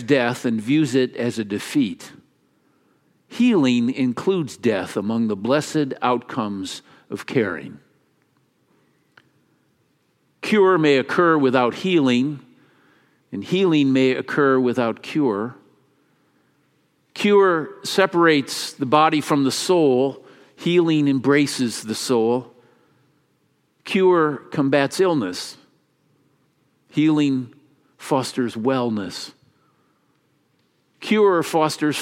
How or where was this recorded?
large echoing room